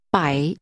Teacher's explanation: Using a falling, rising tone, say 100.